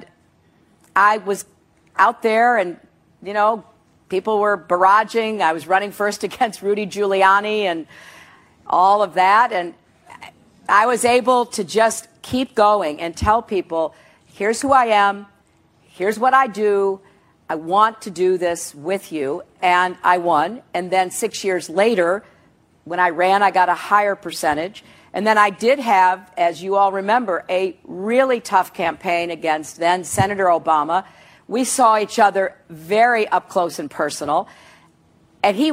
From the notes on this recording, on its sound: a CNN Democratic town hall in Des Moines, Iowa